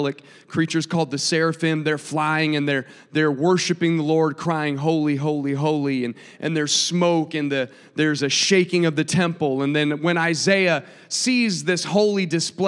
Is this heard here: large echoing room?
yes